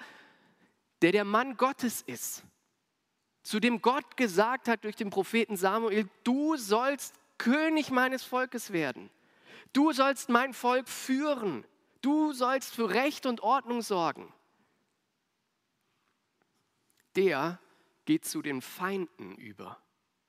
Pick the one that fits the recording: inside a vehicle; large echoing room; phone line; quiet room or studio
large echoing room